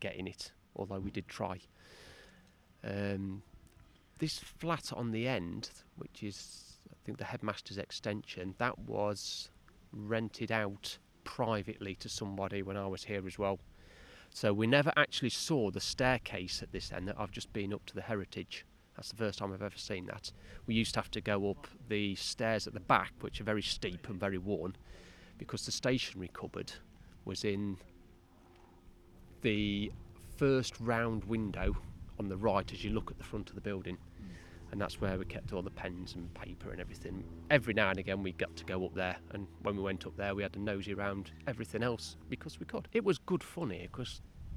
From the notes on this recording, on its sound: Recorded at our Heritage Open Day back in 2019